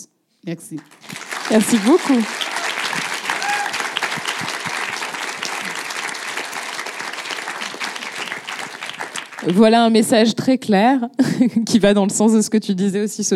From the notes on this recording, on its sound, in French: enregistrement en live et en public du podcast “Popol”